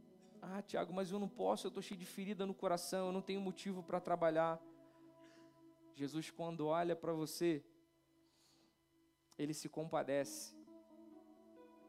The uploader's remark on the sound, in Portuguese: Transmissão Ao Vivo do Culto de Domingo à Noite. Local: Rua Alexandre Fleming 243/ Igreja Reformare.